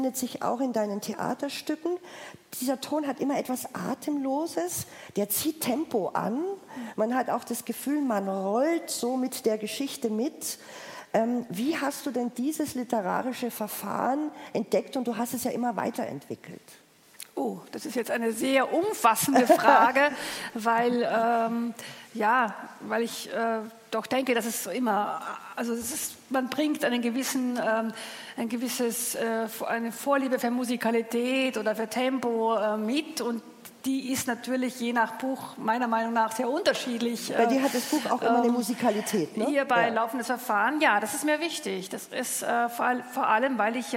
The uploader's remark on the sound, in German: Live vom Erlanger Poetenfest 2023